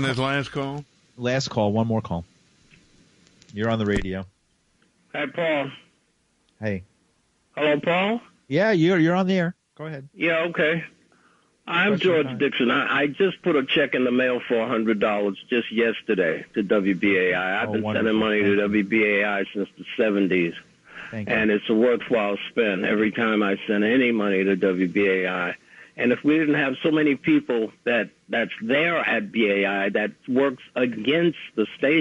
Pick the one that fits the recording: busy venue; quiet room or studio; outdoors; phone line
phone line